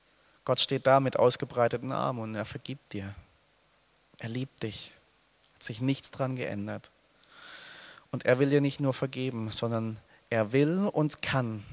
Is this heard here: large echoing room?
yes